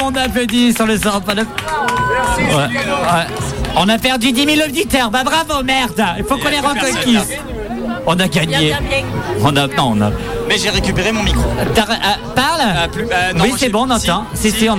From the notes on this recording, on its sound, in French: En direct du café de la mairie pour la fête de la musique